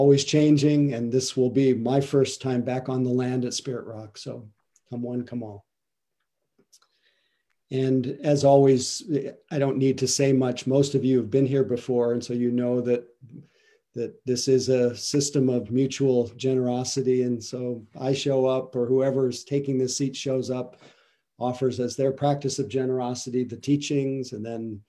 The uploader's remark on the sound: (Mission Dharma) Recorded Zoom Session.